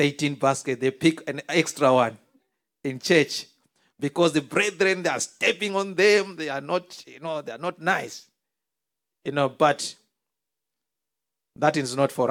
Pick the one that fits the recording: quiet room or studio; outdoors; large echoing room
large echoing room